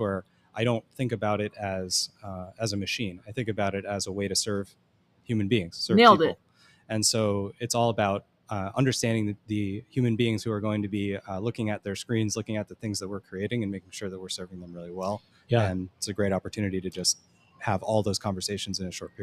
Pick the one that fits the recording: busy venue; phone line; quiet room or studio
busy venue